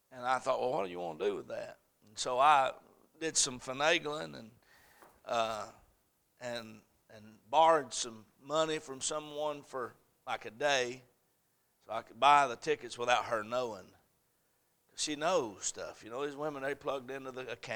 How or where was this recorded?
large echoing room